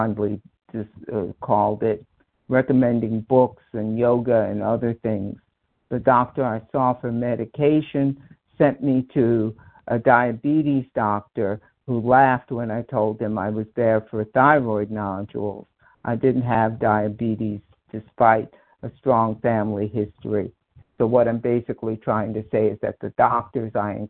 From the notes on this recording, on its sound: 100 Pounders Phone Meeting, 8/21/23